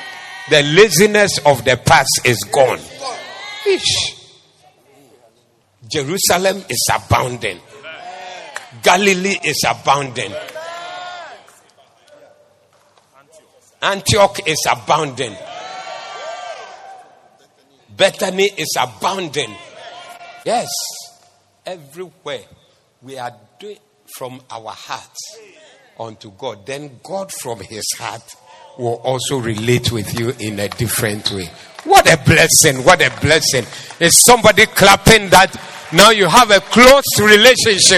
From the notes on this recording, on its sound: Preached at the Zeloo Service